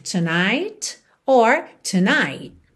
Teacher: Lembra que esse T final do tonight pode aparecer ou não. Então você tanto pode ouvir tonight or tonight, ok?